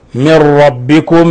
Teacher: نون ساكنة جاء بعدها الراء، حكم التجويد إضغام بغير غنة